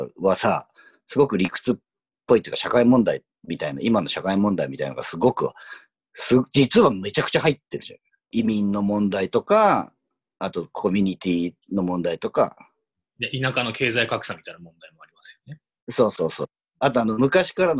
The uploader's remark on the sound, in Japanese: 今回もリモートで収録しております。